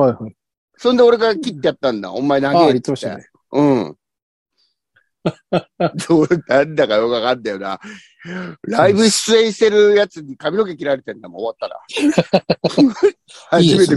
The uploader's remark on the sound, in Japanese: ZOOMで収録。